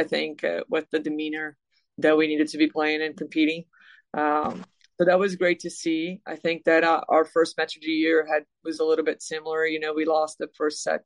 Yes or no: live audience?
no